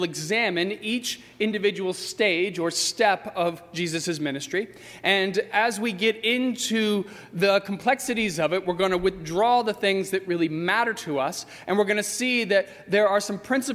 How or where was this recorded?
large echoing room